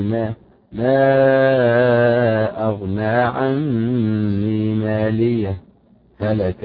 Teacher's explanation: ولا يأتي الإظهار أبدا إلا مع السكت لصعوبة نطق الهاء الساكنة بعد الهاء الساكنة